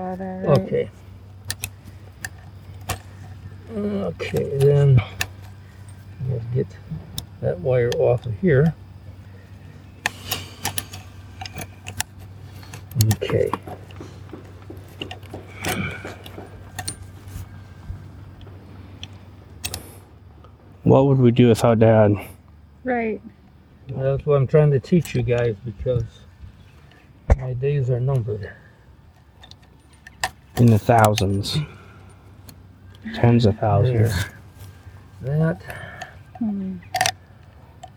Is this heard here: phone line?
no